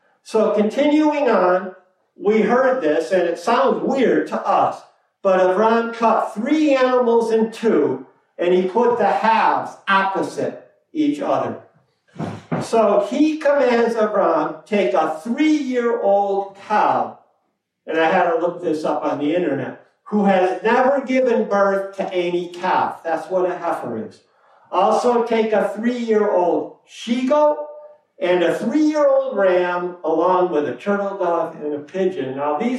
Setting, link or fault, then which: setting, large echoing room